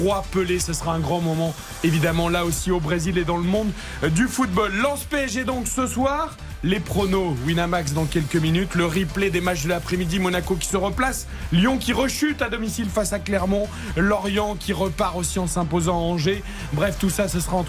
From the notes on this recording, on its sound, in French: en direct du stade Bollaert, dans une ambiance incroyable à guichets fermés